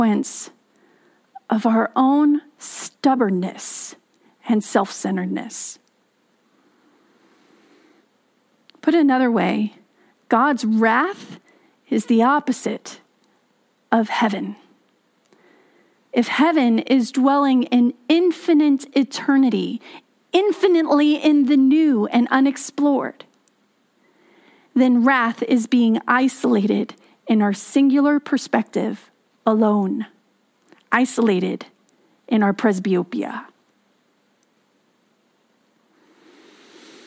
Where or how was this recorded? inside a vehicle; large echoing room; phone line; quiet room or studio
large echoing room